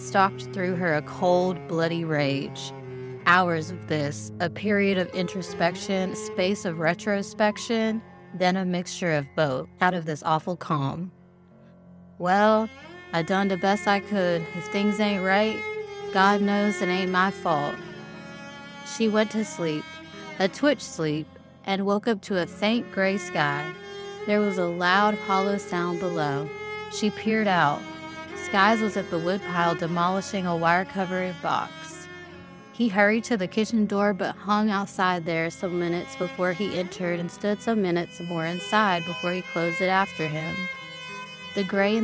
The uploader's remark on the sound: We're live from the SHE WELL READ Haunted House.